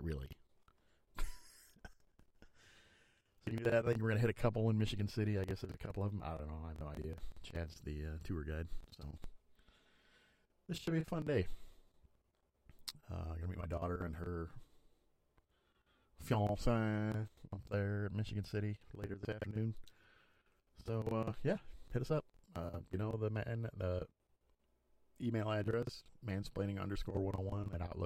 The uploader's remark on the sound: Sorry about the bad audio, still working on it.